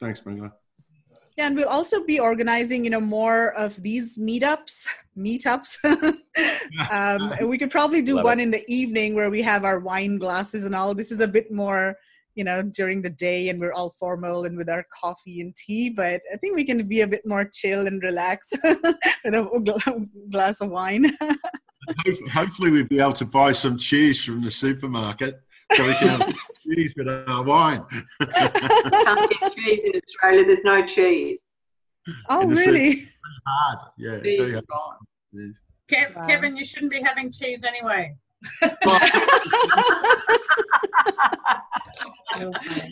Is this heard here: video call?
yes